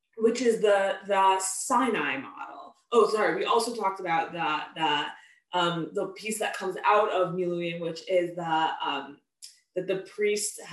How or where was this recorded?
video call